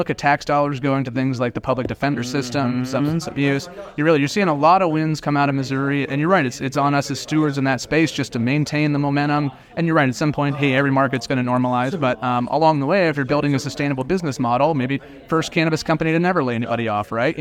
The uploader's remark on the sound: interview recorded on-site at the Benzinga Cannabis Capital Conference in Miami